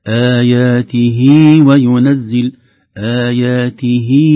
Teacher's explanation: عن ياء ليست من أصل الكلمة ولكنها زائدة، آياته وينزل آياته، نلاحظ أننا مددنا الكسرة في الهاء مدا طبيعيا بحركتين · Term: مد الصلة